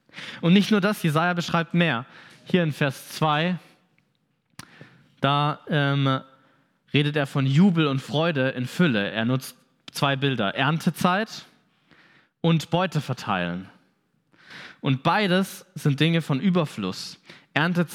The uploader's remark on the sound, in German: Predigt vom Gottesdienst